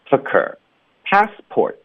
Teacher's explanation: port t 的音也要省略 · Term: 省略音